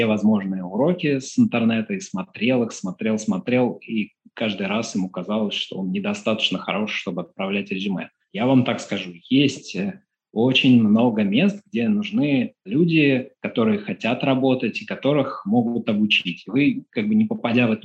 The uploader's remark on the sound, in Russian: Запись сделана в рамках телемоста Москва-Питер, за «нестудийное» качество звука в этом выпуске приносим свои извинения.